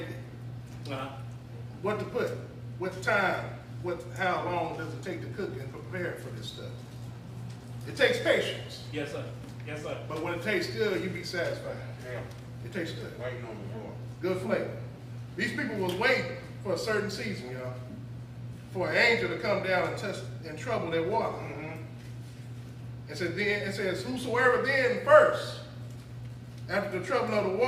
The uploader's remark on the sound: This is audio of me preaching back in 2021 in Cedar Fork Baptist Church.